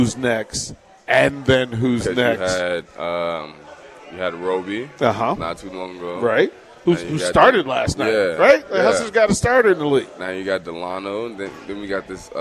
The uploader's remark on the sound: Live from Upside Bar and Lounge (27th & Pine Lake)